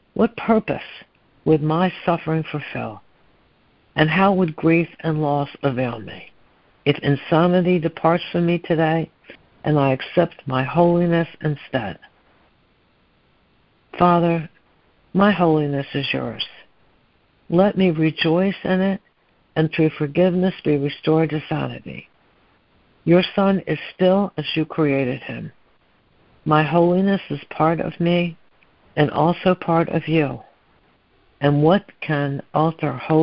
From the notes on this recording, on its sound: ACIM Daily Conference Call.